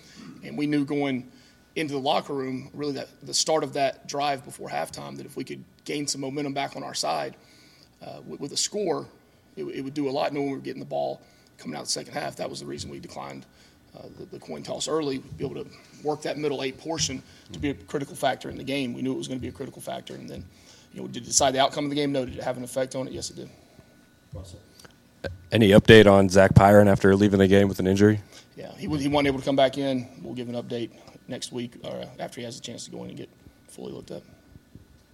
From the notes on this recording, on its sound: Postgame press conference (Miami).